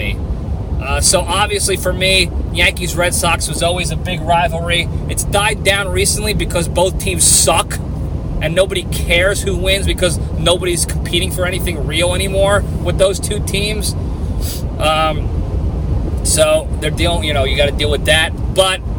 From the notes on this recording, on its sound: I'm back on the road and answering fan questions! I'm driving back down to the LPDS ranch in Texas, so I decided to take more questions from the fans and make the drive a little less boring.